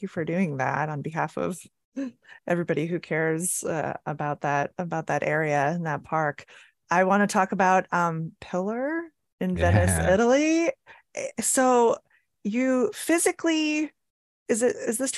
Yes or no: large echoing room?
no